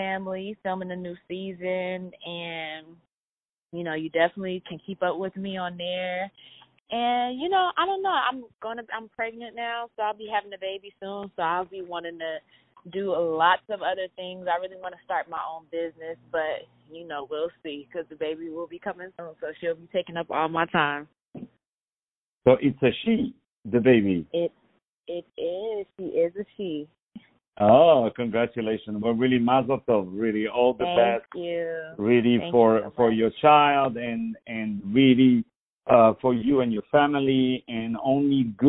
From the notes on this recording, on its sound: On the phone